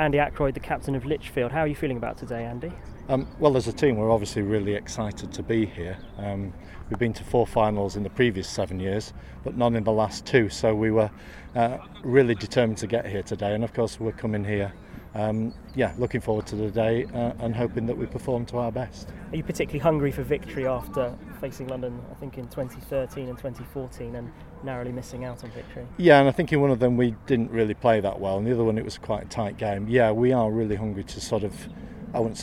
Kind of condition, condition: setting, busy venue